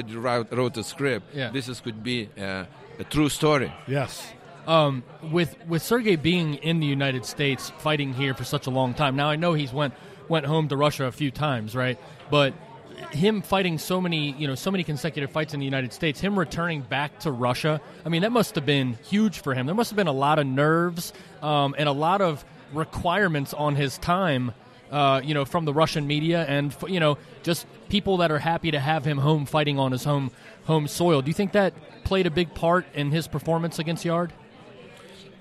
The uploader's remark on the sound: Live from Canelo vs. Kovalev